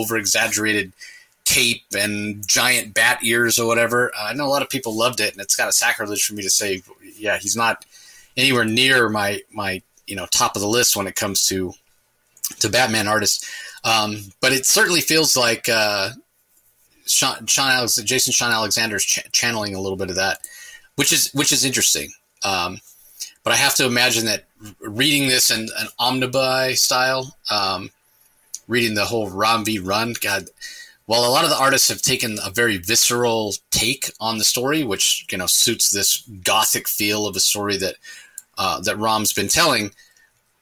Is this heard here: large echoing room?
no